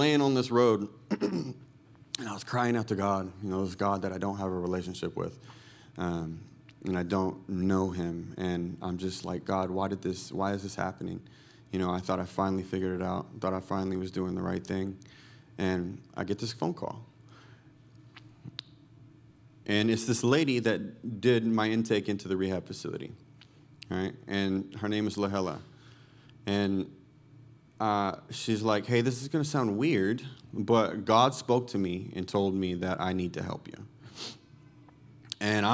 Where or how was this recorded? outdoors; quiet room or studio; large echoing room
large echoing room